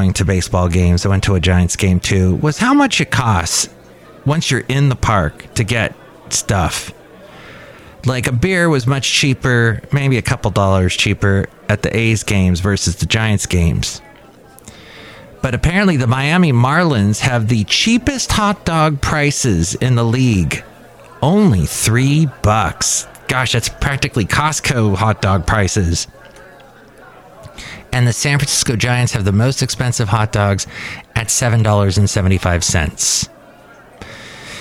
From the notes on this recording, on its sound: podcasts live from Café Anyway